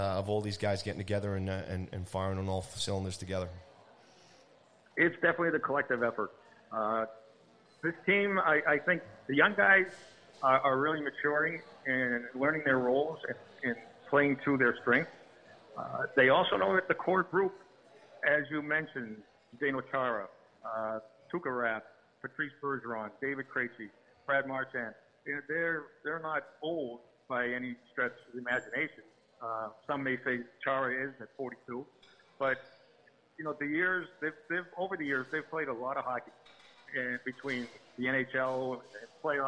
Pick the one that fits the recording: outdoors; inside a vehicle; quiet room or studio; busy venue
busy venue